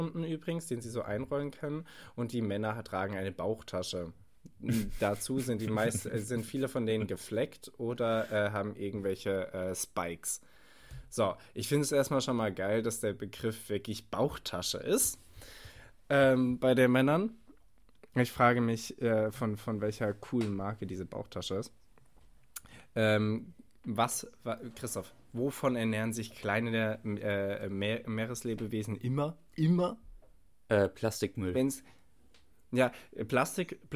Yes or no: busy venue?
no